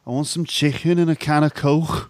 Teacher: it's weird that the K sound becomes a H sound · Term: Scouse accent